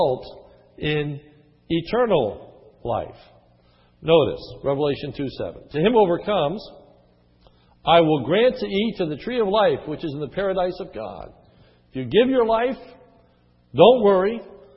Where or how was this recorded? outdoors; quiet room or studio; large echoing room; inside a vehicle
large echoing room